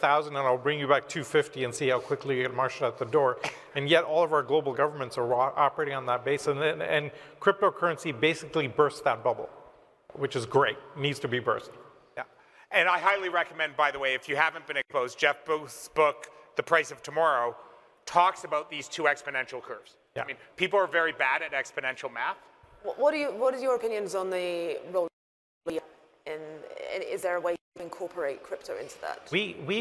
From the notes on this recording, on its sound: The panel occurred on Friday, June 10, 2022, the second day of CoinDesk’s Consensus 2022 festival in Austin, Texas.